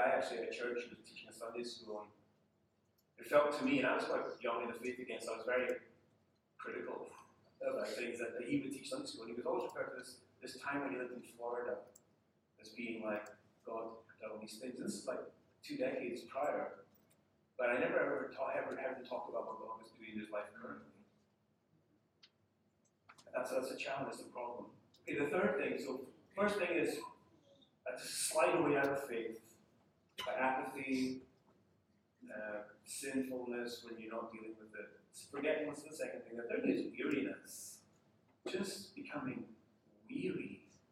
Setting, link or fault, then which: fault, poor sound quality